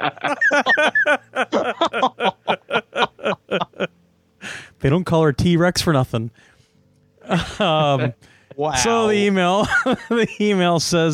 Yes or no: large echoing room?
no